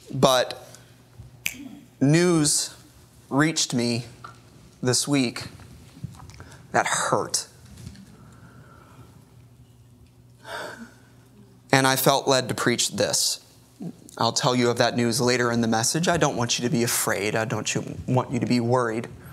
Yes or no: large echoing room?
yes